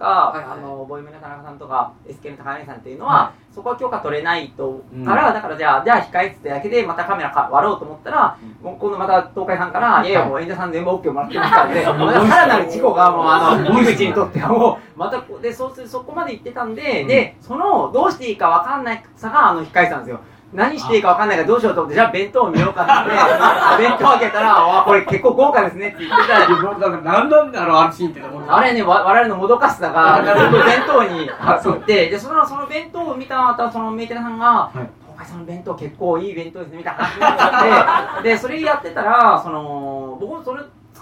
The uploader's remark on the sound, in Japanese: 公開収録 inシネマスコーレ。